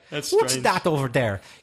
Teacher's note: many Irish people pronounce the word that as that, as if it were written with a D